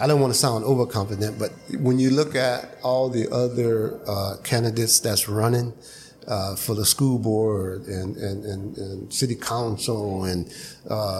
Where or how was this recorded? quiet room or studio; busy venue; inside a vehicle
busy venue